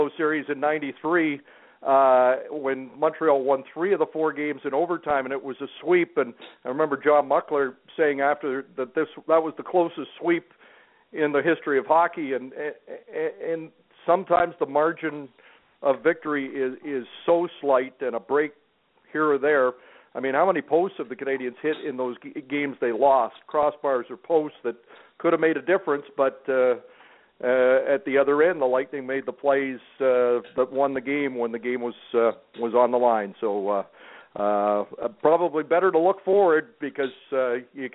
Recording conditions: phone line